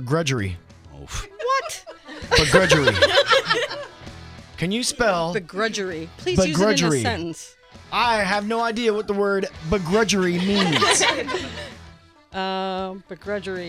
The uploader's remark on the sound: with a live studio audience